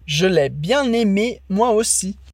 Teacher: E nessa frase é com a palavrinha le, que fica reduzida para l.